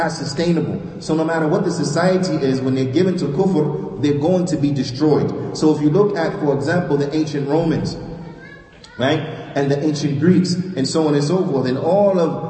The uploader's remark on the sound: Lecture given at Masjid Nur Allah, Queens, NY